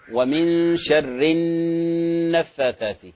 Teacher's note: كلمة النفاثات نون غنة حركتين